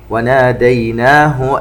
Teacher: هذه الهاء التي في كلمة وناديناه لا تمد، فقط ضمة من دون أي مد ولا حركة، والسبب أنها وقعت بين ساكن ومتحرك.